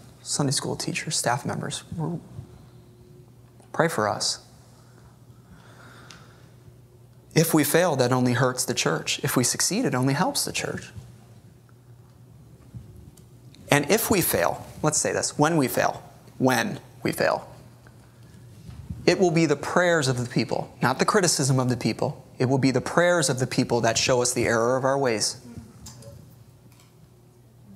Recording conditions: large echoing room